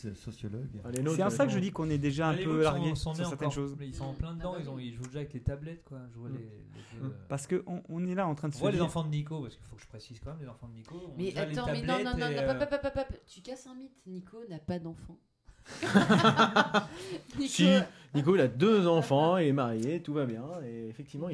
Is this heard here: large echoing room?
no